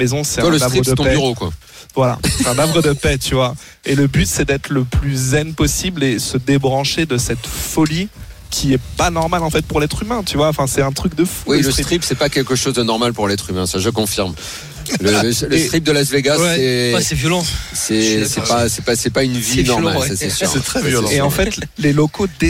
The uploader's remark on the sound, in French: en direct des WSOP à Las Vegas